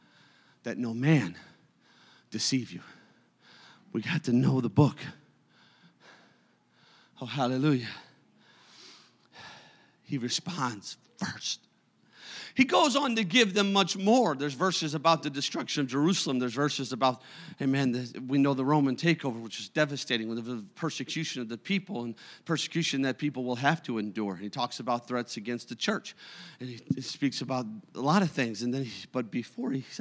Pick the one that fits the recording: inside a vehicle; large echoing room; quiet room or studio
large echoing room